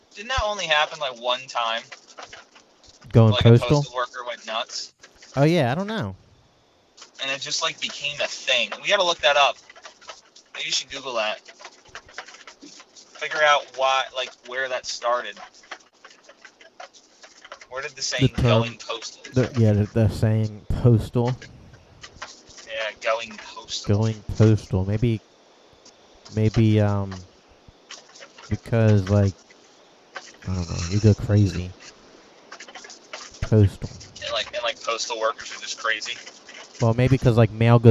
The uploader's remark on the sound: as he drives to the Tampa airport